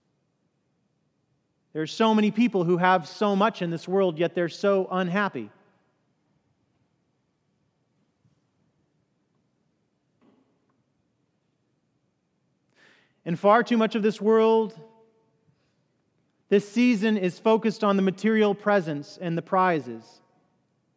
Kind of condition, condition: setting, large echoing room